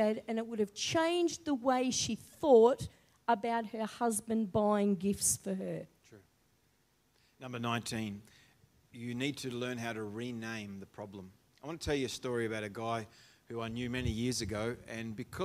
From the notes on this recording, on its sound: The live stream of Destiny Church Atherton.